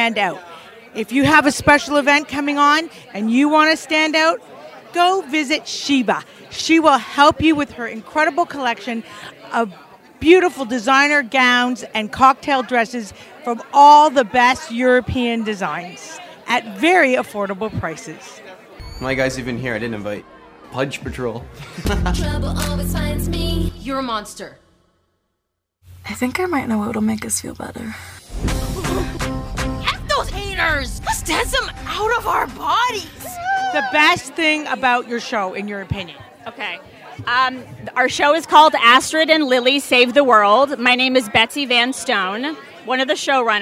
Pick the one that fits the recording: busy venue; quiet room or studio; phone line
busy venue